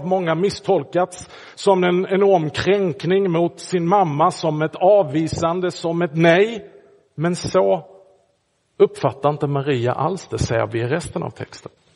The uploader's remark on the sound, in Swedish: Inspelad i Roseniuskyrkan den 14 januari 2024.